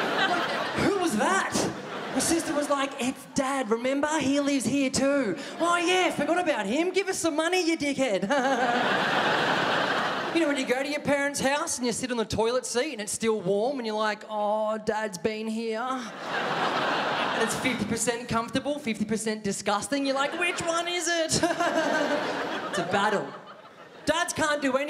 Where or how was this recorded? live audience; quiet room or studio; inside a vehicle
live audience